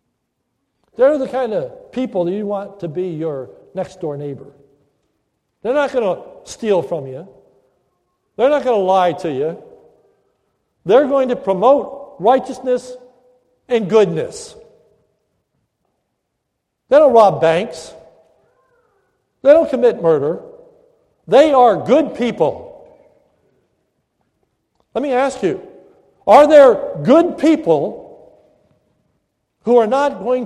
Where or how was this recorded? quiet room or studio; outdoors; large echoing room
large echoing room